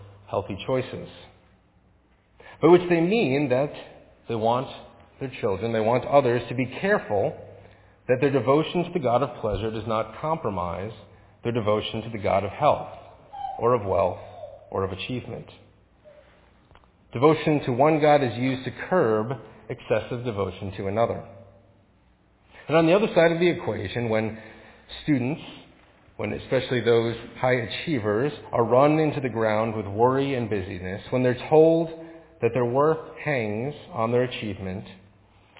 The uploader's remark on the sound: Faith Presbyterian Church – Evening Service.